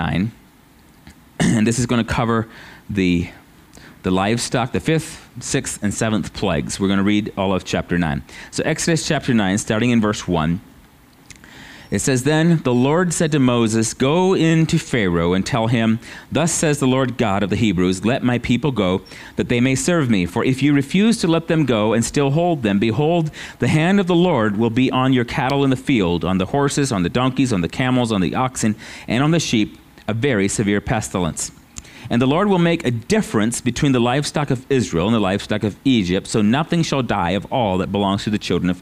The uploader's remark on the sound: at Living Water Fellowship Denver's Sunday morning service